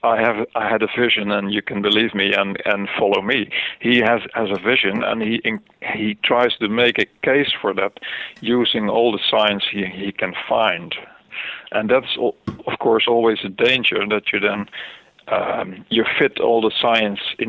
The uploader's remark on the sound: spoke by phone